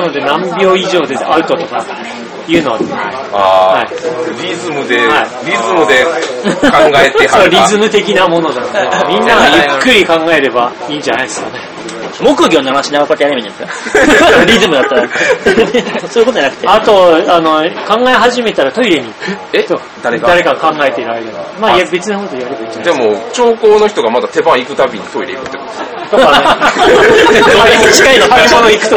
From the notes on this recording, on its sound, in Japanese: ゲームマーケット神戸2017前日会にて。お酒の勢いであれやこれや喋っちゃうよ！！